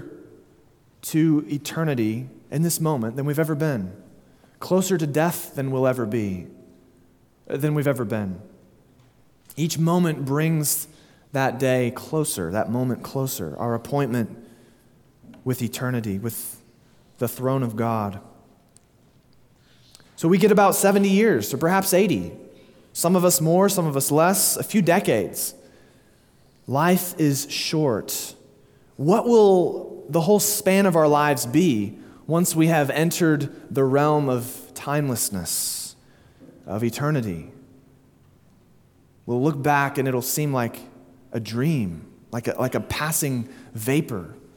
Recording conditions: large echoing room